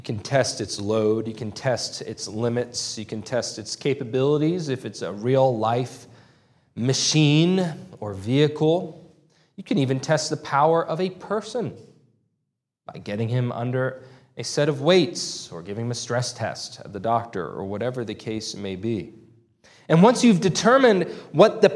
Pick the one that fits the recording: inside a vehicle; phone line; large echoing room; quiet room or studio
large echoing room